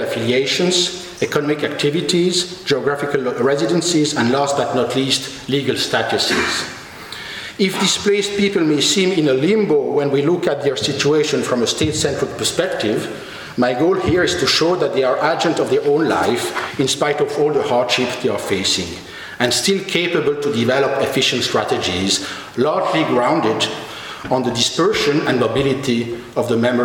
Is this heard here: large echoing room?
yes